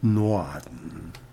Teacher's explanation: Bayern und Russen rollen das R. Spanier tippen den Gaumen nur kurz mit der Zunge an, während es bei den heutigen Fischköppen aus ihrem Lieblingswort Norden phonetisch so gut wie ganz verschwunden ist.